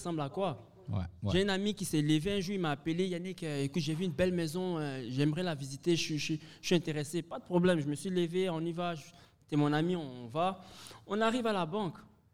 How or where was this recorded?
busy venue